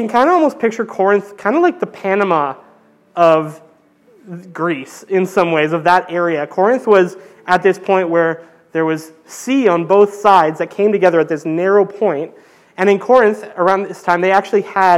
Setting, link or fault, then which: setting, large echoing room